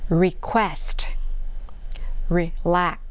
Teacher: ปลายลิ้นนะคะจะไม่แตะอะไรนะคะส่วนข้างๆลิ้นก็จะแตะฟันบนนะคะ